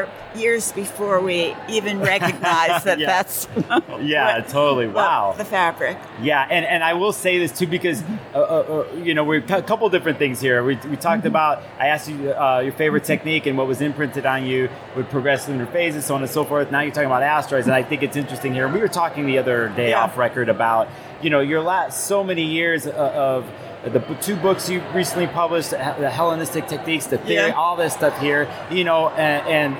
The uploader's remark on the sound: From the 2023 Northwest Astrological conference. I did my best to find the quietest spot for this "3 Questions" Interview.